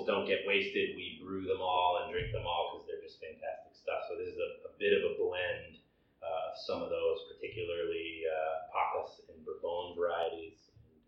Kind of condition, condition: fault, poor sound quality